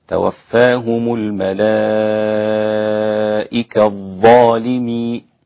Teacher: في قوله تبارك وتعالى: توفاهم الملائكة ظالمي أنفسهم، الإدغام الكبير للسوسي عن أبي عمرو البصري: الملائكة ظالمي، أدغم التاء المضمومة في الظاء ظالمي، فيصير النطق هكذا: توفاهم الملائكة الظالمي، نعم، ظالمي أنفسهم.